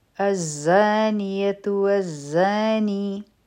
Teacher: په ز کې به بزنګ والا آواز وي او دا حرفی مده هم دی، دوه هرکا به راکاږو.